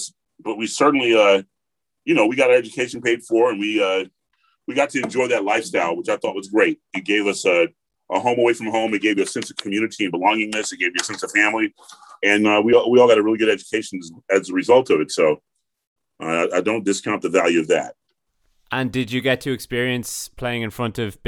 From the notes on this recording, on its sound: Recorded using Zoom between North London and Atlanta, Georgia.